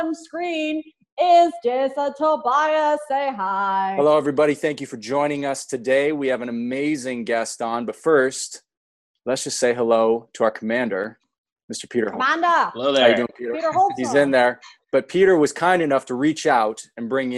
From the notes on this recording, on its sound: This episode was recorded remotely via Zoom and as such the sound quality may not be up to the usual high standards of the podcast recorded in the studio.